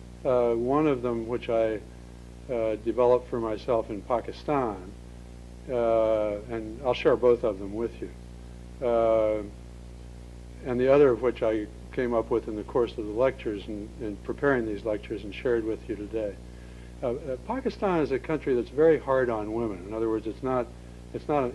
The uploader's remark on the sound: 2002 Lecture at Stanford